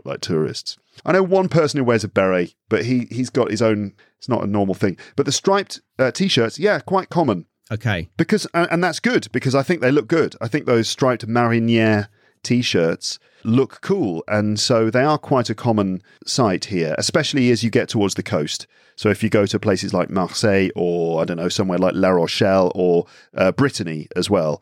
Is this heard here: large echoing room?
no